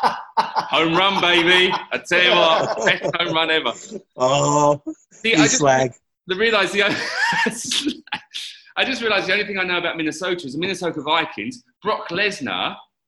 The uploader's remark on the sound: over the wonders of Zoom